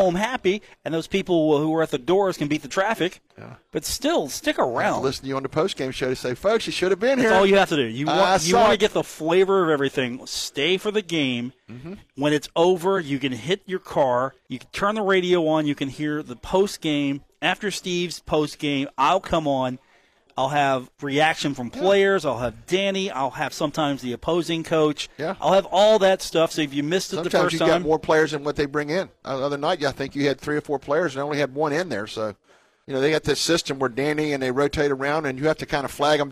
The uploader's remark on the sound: broadcast on the road from The Union Pub and Grill in Huntington